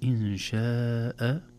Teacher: المد في كلمة شاء والهمز في نفس الكلمة، ولذلك يسمونه متصل، لا نستطيع أن نفصل الحرف الممدود عن سببه وهو الهمز · Term: مد واجب متصل